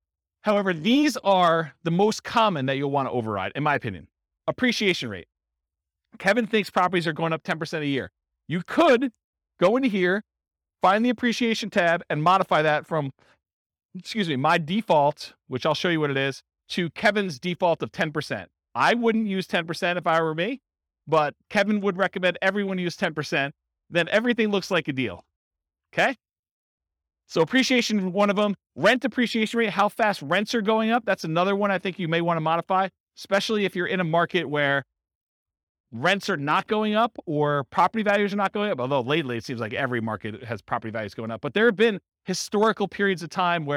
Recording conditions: live audience